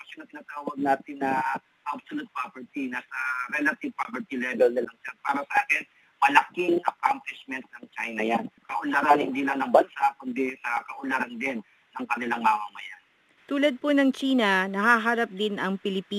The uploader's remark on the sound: Phone interview ng CMG.